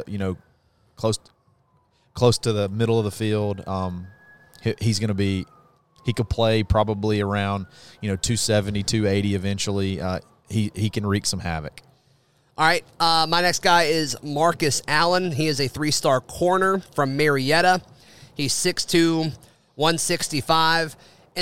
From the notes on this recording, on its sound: The guys broadcast live from Baumhowers every Monday night at 7:00 pm.